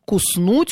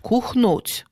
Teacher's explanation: В некоторых районах вместо звука «с» может произноситься «х». · Shown in: second take